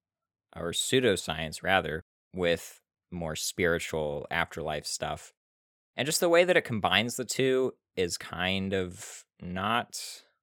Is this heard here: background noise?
no